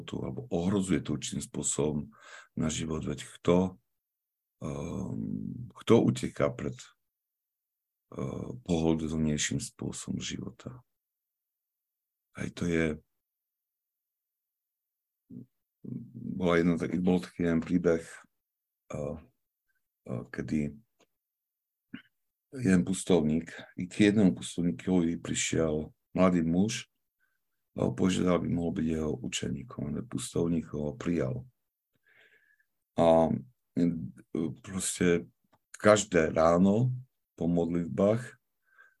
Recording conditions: video call